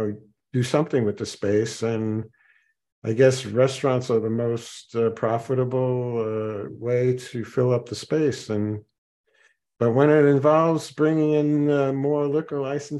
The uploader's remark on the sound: Zoom meeting. Participants had a lively discussion.